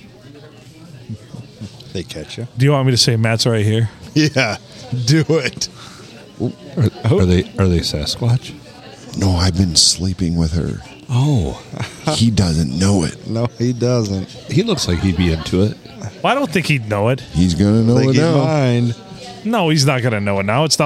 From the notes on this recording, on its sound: Recorded on a Saturday during the dinner rush at the Blue.